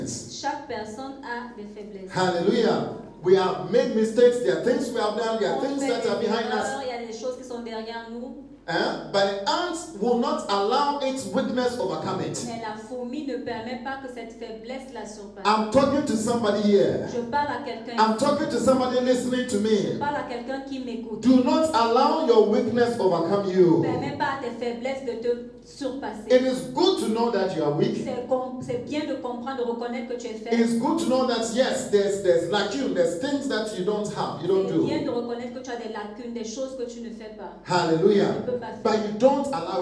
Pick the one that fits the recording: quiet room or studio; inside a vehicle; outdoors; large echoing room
large echoing room